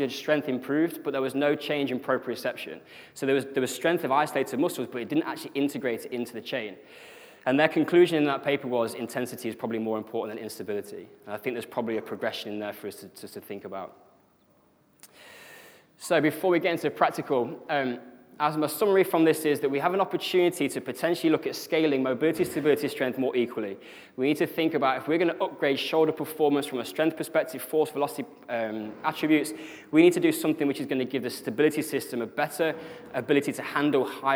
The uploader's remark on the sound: The podcast here covers the presentation section. Speaking at the UKSCA annual conference.